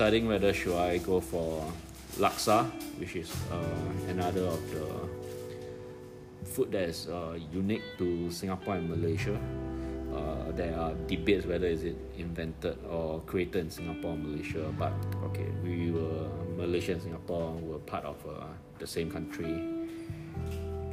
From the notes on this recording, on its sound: Recording with my iPad Pro